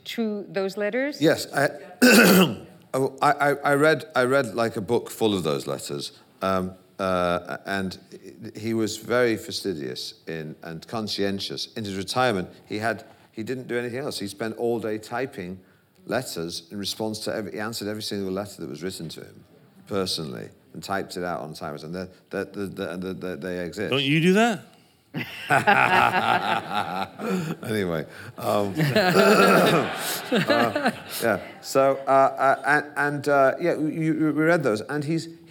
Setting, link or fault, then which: setting, live audience